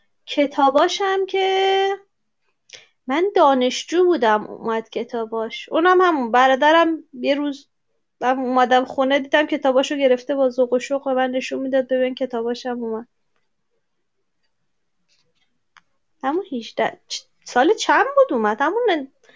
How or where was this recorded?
video call